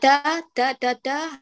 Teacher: هذه التاء الصماء فيها هاتيها مهموسة